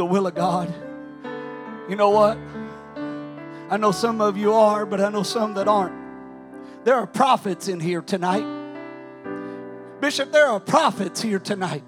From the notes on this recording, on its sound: During our Sunday evening gathering. During our Sunday evening gathering.